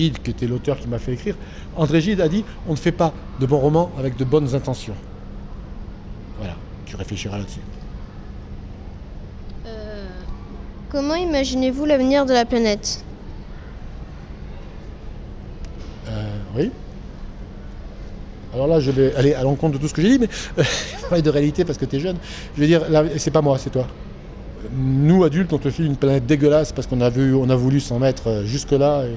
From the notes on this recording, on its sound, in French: Dans le cadre du Festival du Livre Grains de Sel à Aubagne, Radio Sarraute a rencontré l'auteur